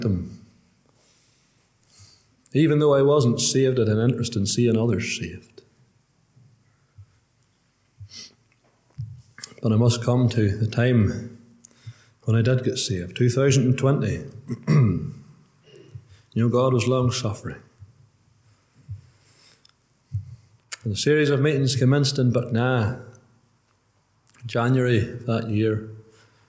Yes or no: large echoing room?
yes